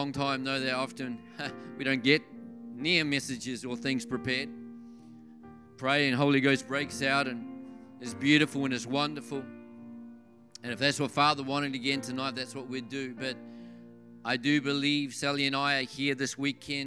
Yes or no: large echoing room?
yes